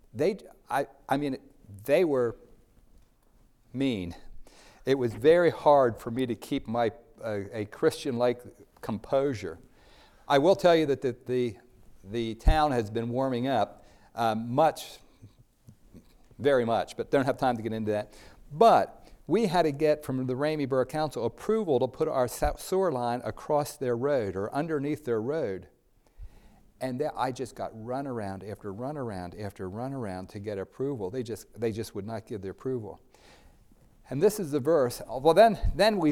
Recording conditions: large echoing room